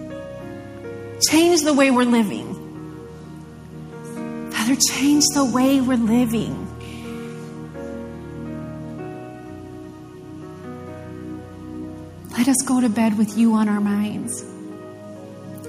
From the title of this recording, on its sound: LIVE Midweek Service